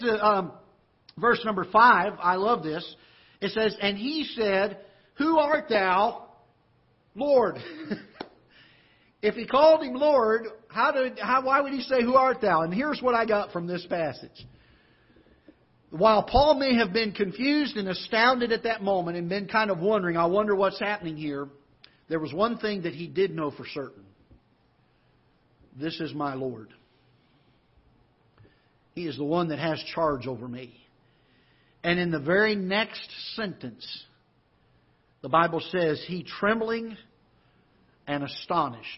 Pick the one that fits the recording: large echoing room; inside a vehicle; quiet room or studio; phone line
large echoing room